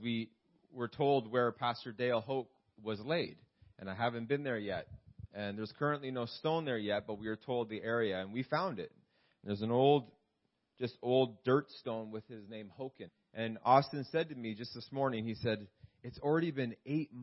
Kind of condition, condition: setting, large echoing room